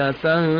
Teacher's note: الغنة طولت منك شوية، طولت أكثر من ما يناسب التلاوة، اجعلها زمنها أقل شوية بشكل يناسب التلاوة.